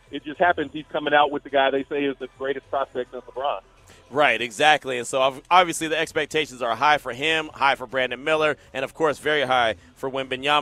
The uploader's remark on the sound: LIVE FROM NBA SUMMER LEAGUE